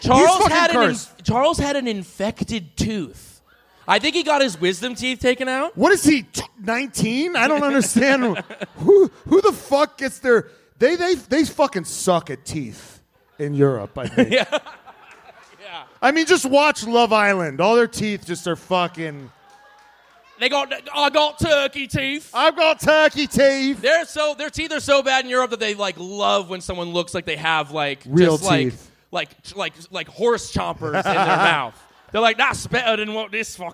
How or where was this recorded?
live audience